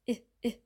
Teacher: Bei dem kurzen I, bei dem kurzen I, ist der Zungenmittelteil weiter oben und die Zunge ist nicht breit im Mund. Die Lippen sind auch nicht so breit wie beim Ä. Ja? I, I, sind nur ganz leicht gespannt.